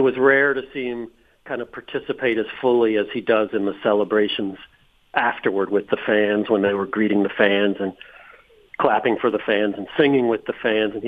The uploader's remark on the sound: calls in from Qatar